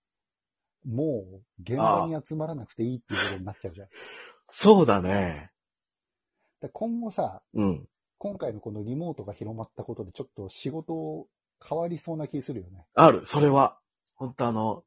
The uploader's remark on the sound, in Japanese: 最近出来たリモート録音を実施。収録環境によりバランスが悪いですがご了承下さい。